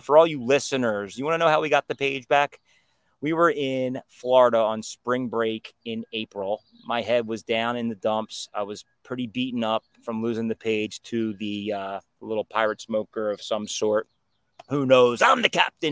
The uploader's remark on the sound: Coming to you live from outside